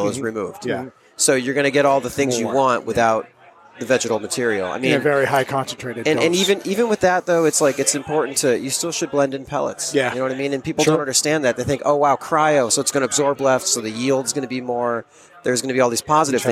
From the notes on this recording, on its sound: taped at the Equilibrium and Friends event at Six West